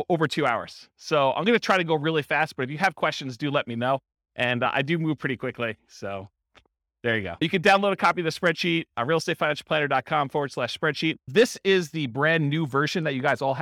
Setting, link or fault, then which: setting, live audience